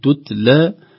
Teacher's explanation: سكون في التاء الثانية فيه همس خفيف، لا يضيع، لا نقول تتلى ولا نقول تتلى، لا نقلقل ولا نذهب الهمس، يحتاج إلى عناية ويحتاج إلى دربة تتلى عليه.